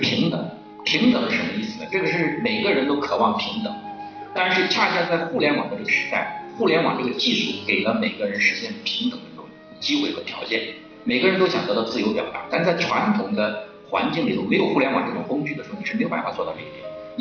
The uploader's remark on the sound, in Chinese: 现场录音